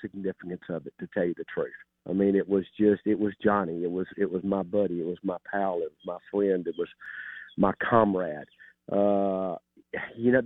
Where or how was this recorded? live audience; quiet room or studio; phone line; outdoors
phone line